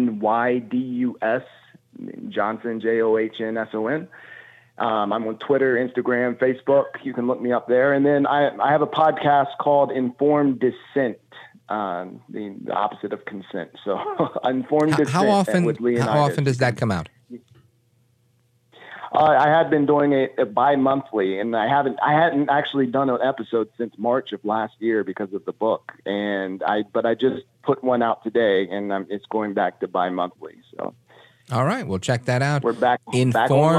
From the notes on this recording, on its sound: more of your calls on Open Phones